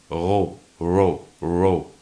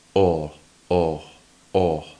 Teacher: The sound ro, ro, ro, the tongue producing a vibration